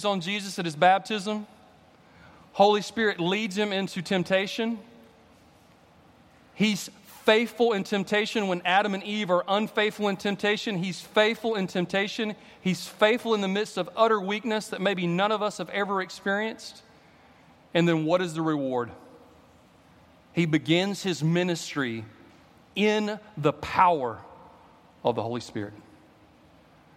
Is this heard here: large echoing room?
yes